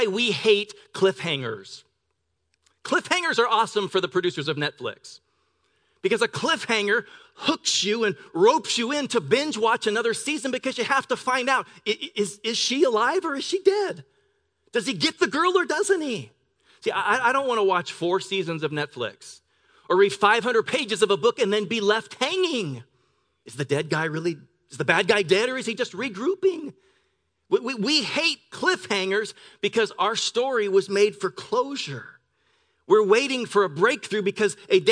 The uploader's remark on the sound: Grace Church of La Verne.